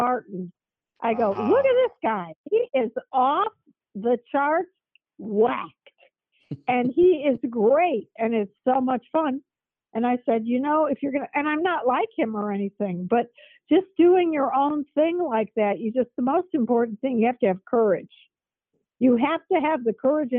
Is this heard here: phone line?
yes